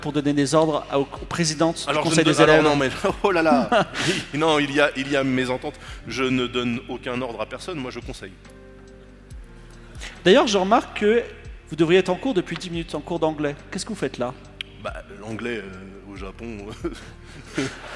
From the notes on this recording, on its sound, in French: L’équipe Game of Rôles est reçu par Polymanga pour faire, en public